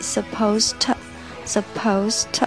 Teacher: supposed 和 to 要做连读。supposed 这个 E D 要，嗯，把它吃掉。啊，因为 supposed 后面连着 to 。就是这个地和 T 要把它连在一起，supposedto，supposedto。然后同样这个 to 我们不要把它发成 to，我们把它弱化一点变成 to。I'm supposedto，I'm supposedto，I'm supposed to pickup，pick 和 up 连读变成 pickup。Afriend，这个 friend 这个中间的元音 a 和